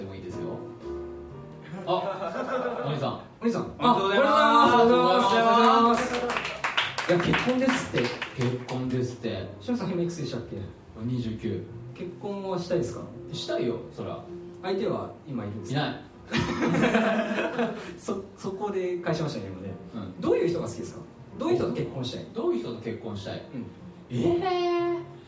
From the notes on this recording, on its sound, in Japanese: 行われた公開収録の模様をお届けします！当日ご来場いただいたお客様にアンケートをお配りし。